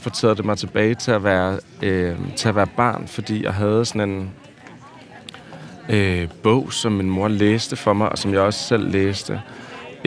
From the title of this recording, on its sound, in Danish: på en lydtur i Louisianas park